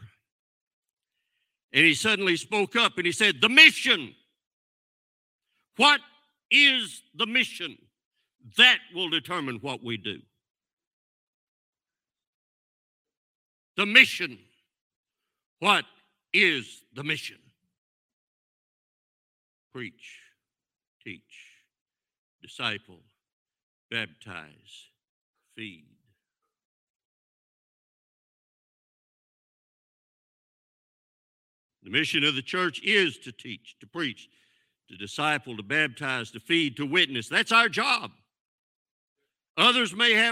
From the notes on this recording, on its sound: This sermon was recorded live on May 13th, 2022 at Newark United Pentecostal Church.